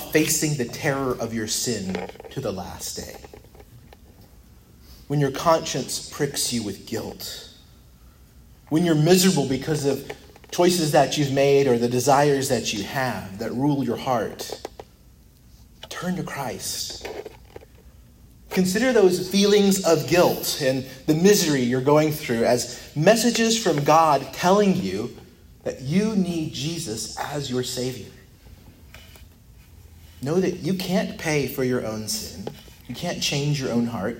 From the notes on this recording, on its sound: preached at Christ Our Savior Baptist Church